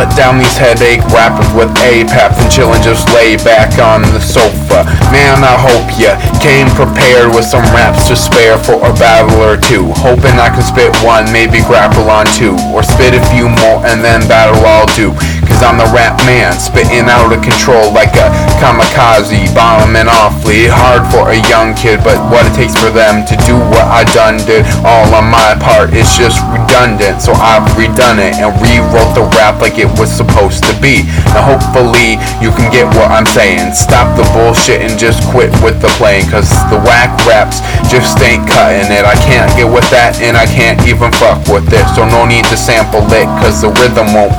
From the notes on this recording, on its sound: The quality of the vocals is not the greatest because it was recorded on a laptop microphone.